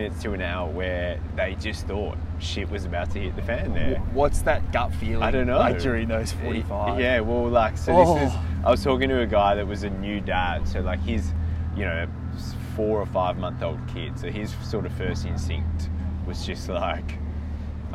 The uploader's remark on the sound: live from Barangaroo boardwalk!